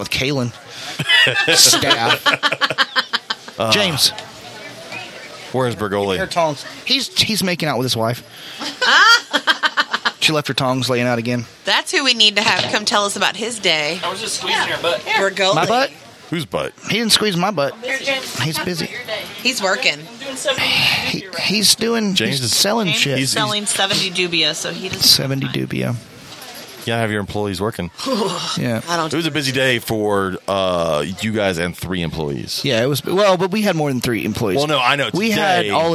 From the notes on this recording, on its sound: This is a bonus episode we were able to record while at the HERPS Exotic Reptile and Pet Shop Grand Opening.